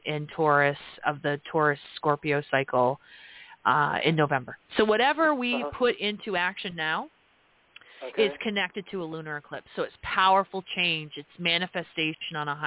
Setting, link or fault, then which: link, phone line